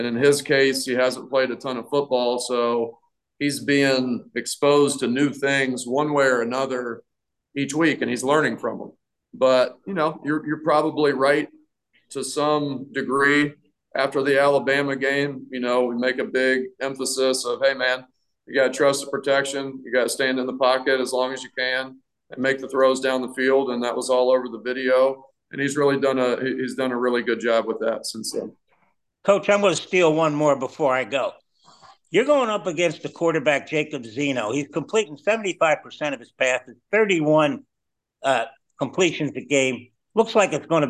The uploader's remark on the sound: Both Bulls coordinators sit down for a chat. Assembled media on Zoom each Wednesday.